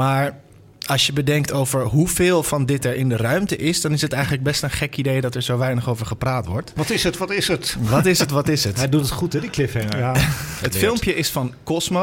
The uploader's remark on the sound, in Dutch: Deze live uitzending is opgenomen in het Allard Pierson te Amsterdam voor AmsterdamFM.